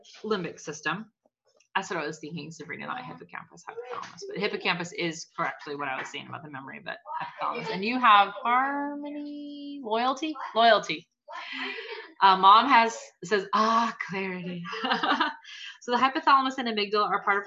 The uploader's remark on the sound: The final night of the cleanse series, beware this episode has LOUD background noises as we recorded at a friend's house during a massive blueberry + peach pickup!!!!!